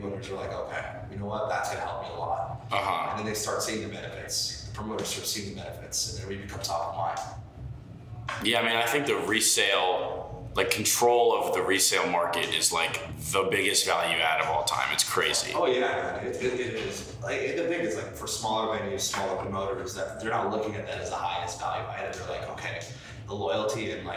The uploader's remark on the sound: We recorded this live in Brooklyn during NFT.NYC and unfortunately, I didn’t have my full mic set up, so the audio isn’t perfect.